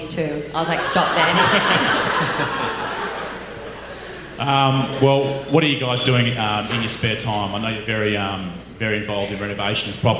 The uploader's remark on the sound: a special live event